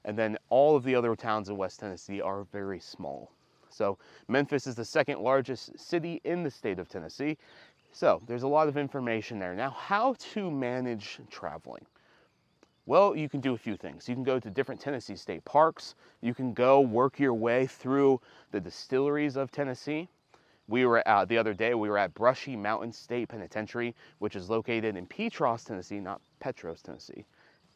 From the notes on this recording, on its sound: Live from the overlook of Gatlinburg in the Smoky Mountains.